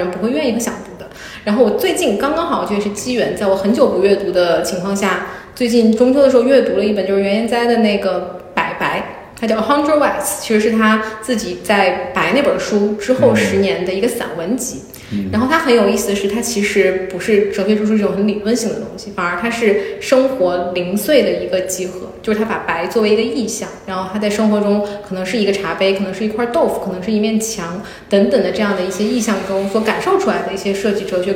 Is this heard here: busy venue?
yes